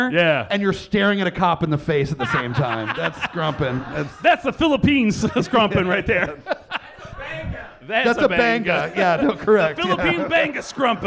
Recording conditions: live audience